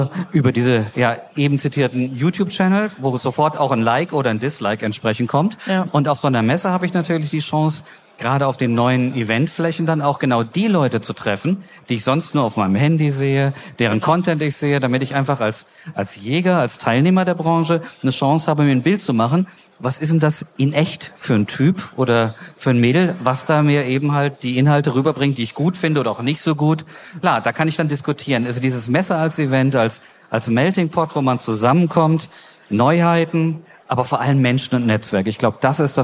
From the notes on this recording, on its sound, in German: live auf der JAGD & HUND